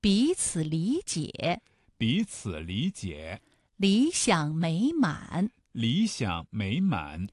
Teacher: 声带从略微有些紧张开始，立刻松弛下来，稍稍的延长，然后迅速绷紧，但没有绷到最紧 · Term: 三声